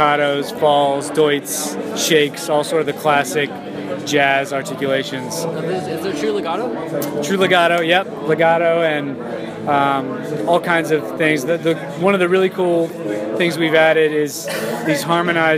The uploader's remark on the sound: Live from NAMM 2016